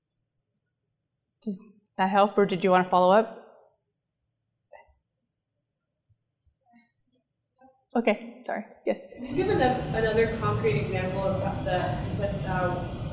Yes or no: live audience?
yes